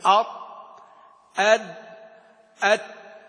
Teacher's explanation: نطق الحروف الثلاثة هذه من الأسنان، تمكين اللسان من الأسنان، هذا يكون نطقا غير صحيح، وإنما هو أصول الثنايا